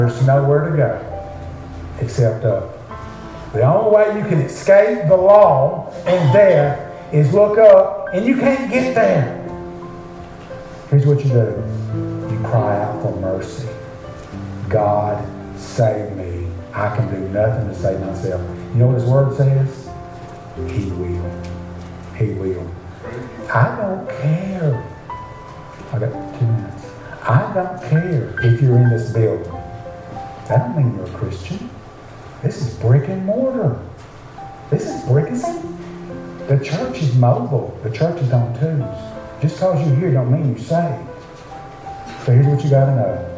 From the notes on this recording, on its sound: preach at Beaver Baptist Church in Brighton